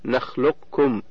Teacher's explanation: ومعنى كمال الإدغام أي إدخال القاف في الكاف إدخالا كاملا، بحيث لا يظهر شيء من صفاتها كالاستعلاء أو القلقلة. الثانية الإدغام الناقص، ومعناه بقاء بعض صفات القاف كالاستعلاء وزوال بعضها كالقلقلة. · Term: الإدغام الكامل